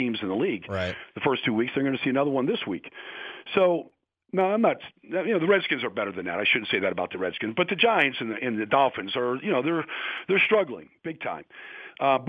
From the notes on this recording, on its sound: called in to the Ben and Skin show